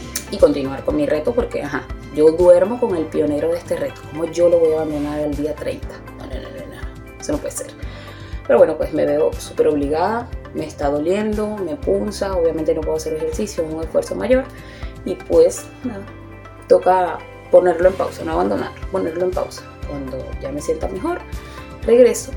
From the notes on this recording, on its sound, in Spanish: Video grabado con mi Redmi 9. Editado en Capcut.